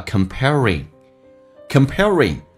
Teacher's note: 先发 E.再发耳，轻轻地卷下舌头，再发 ring,叫 comparing, comparing, ing 形式在口语化当中说成一个前鼻音叫 in 的一个形式，不是 ring, alright, ring 就可以了，靠前一点。